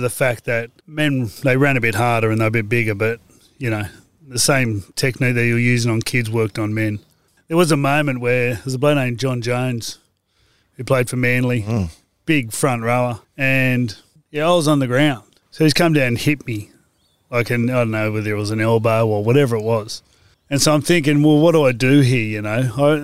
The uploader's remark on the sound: After a workout and some meditation together, we sat outside in the sunshine. This was the type of interview where you kind of forget that the microphones are there and everything is recording.